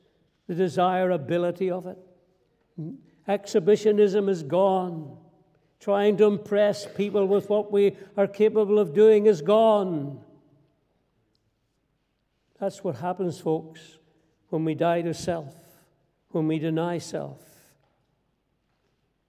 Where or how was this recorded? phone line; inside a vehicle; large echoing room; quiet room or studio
large echoing room